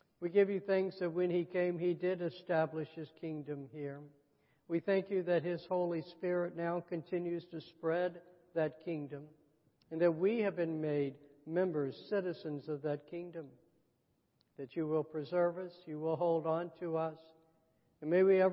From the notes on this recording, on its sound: Sunday messages from Lake Oconee Presbyterian Church (PCA) in Eatonton, GA.